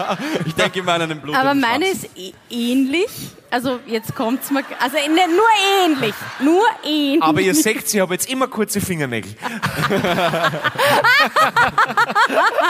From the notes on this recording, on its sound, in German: Hawi D'Ehre LIVE aus Salzburg